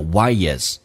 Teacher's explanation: Why 跟 is 可以加个也 · Term: 加也